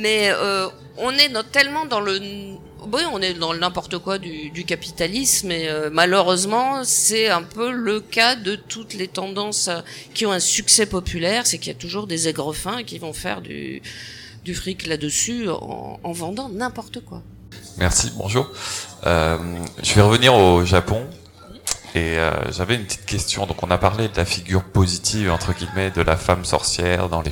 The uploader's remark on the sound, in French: Les voix des Livres salon Imagibière table ronde. Le replay de la table ronde d'Imagibière organisé par la Brasserie de l'être à Paris.